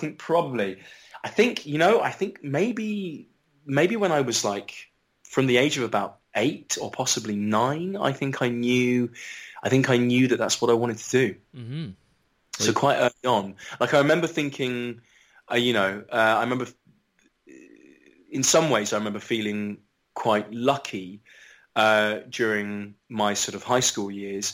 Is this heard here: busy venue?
no